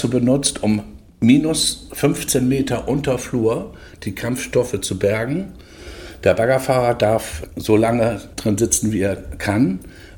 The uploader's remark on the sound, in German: LECTURA ist derzeit auf der Messe NordBau 2023 und berichtet über Neuigkeiten aus der Welt der Baumaschinen. Hören Sie sich unser Live-Gespräch mit Ausstellern.